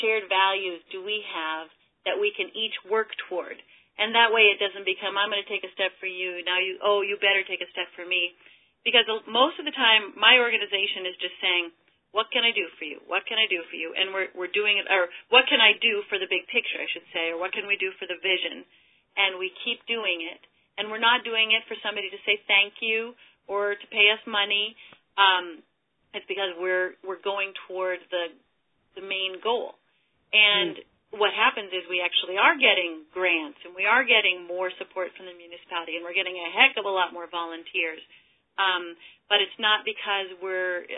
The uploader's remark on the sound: In this call recording you’ll hear from individuals representing organizations large and small